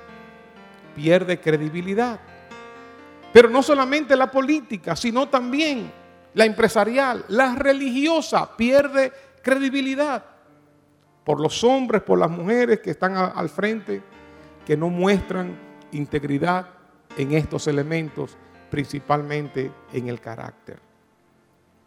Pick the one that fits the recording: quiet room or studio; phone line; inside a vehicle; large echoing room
large echoing room